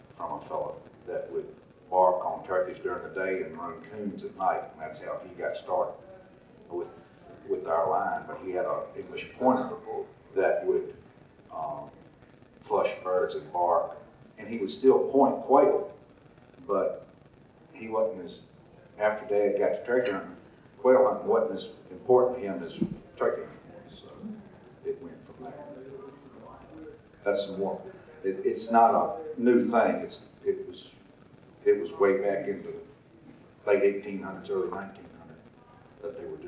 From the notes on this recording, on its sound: Seminar from 2018 NWTF Convention. I have the recording from the turkey dogging seminar from the 2018 NWTF Convention and Sports Show in Nashville.